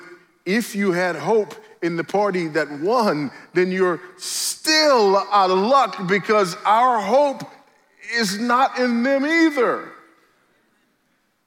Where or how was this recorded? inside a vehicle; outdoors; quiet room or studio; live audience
live audience